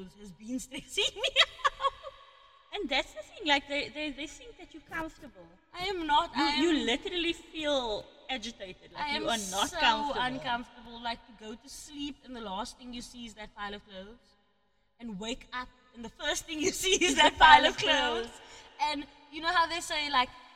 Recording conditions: echo